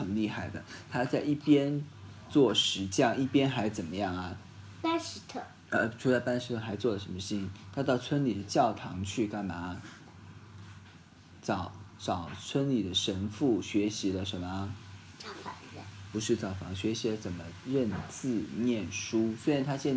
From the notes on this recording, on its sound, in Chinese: 開頭集數的內容因為是手機錄音，部分甚至是在車上錄的，音質比較差，希望包涵。